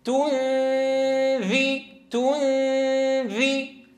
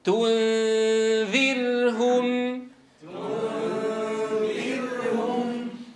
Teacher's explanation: عند الذال أقرع المخرج من غير غنة · Term: الإخفاء